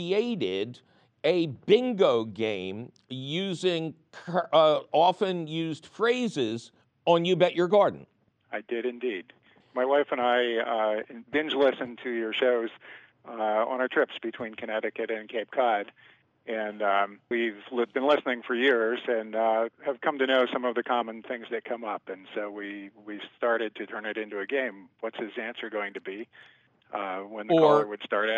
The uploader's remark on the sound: Otherwise, it's a phone call extravaganza!